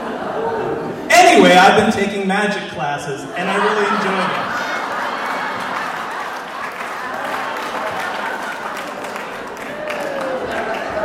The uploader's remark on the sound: at the Alberta Abbey for live storytelling with Portland Story Theater